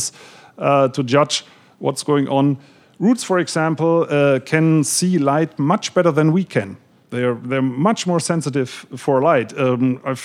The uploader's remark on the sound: In front of an audience at Powell’s Books.